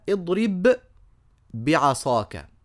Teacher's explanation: صار النطق بباء واحده مشدده · Term: الادغام